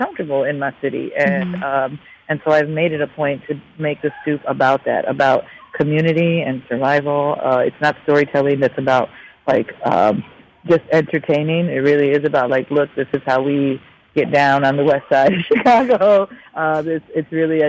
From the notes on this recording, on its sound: phoned